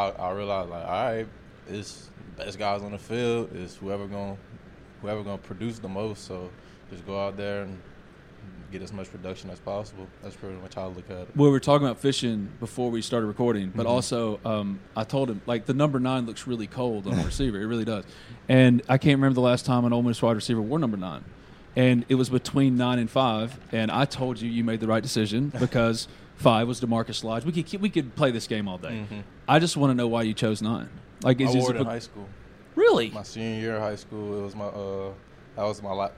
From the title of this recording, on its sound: LIVE! From Ole Miss Media Day